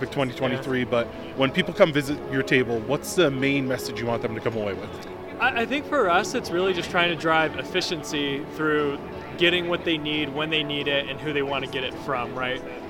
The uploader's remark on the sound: Sounds from the Showroom Floor at EPIC 2023. We are live from the showroom floor at EPIC 2023 to chat with some of the vendors at the event.